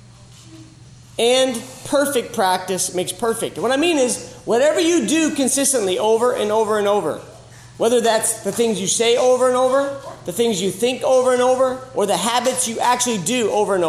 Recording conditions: live audience